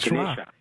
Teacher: They delete the A's. Yeah, so the A at the end is pronounced like a schwa, Ganesha. Yeah, they delete the A's.